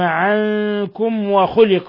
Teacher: ميم ساكنة جاء بعدها الواو إظهار شفوي، بل هو من أشد حالات الإظهار الشفوي، وخلق الإنسان ضعيفا.